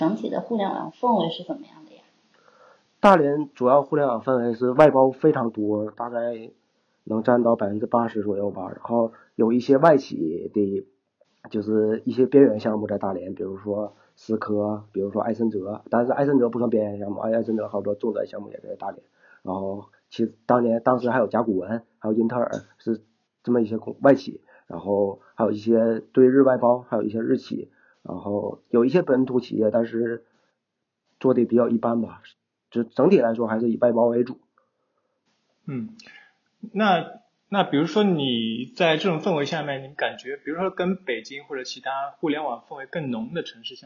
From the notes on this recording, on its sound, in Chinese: 由于录音上出了点小问题，效果上有所欠缺，还请多多包涵。